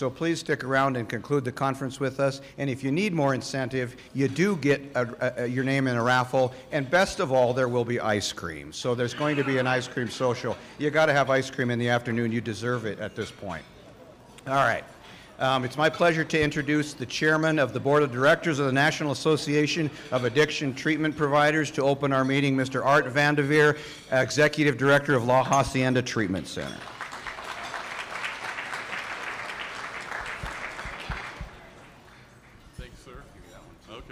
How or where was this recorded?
busy venue